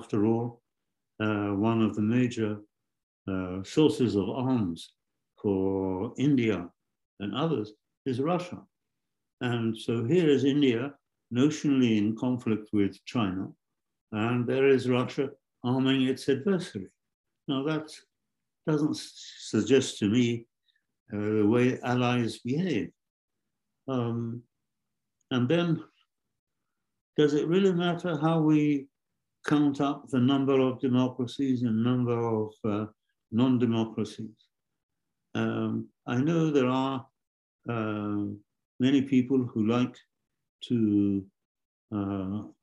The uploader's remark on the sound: Distinguished Lecture.